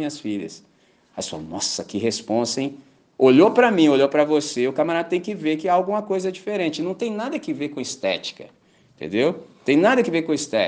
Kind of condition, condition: setting, large echoing room